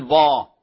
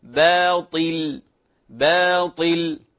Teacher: لا نفخم الباء ولا نفخم الألف كذلك هنا · Shown in: second take · فلا نقول با، نقول باطل، باطل، فاحذر. · Term: الترقيق في الباء